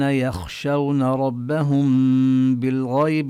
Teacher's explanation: والحكم الثاني إذا جاء بعد حرف الميم الساكنة حرف باء، فالحكم أن الميم تخفى عند الباء مع الغنة